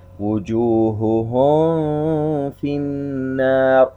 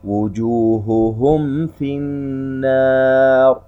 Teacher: يجب أن تظهر الميم عند الفاء وعند الواو · Shown in: second take · Term: إظهار الميم